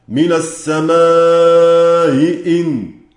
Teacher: قانون والبز يسهلان الهمزة الأولى